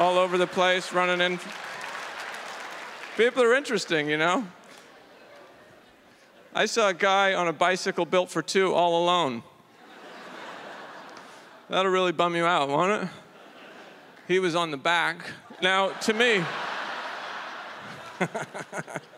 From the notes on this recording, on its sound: This stand up performance took place at the Just for Laughs Festival in Montreal, Quebec in 2014.